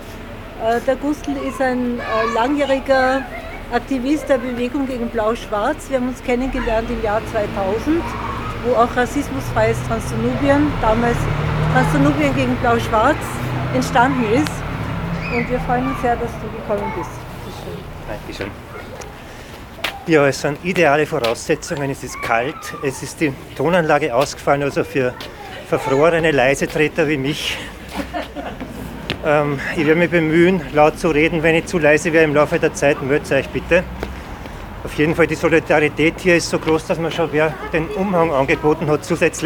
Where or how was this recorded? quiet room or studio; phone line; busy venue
busy venue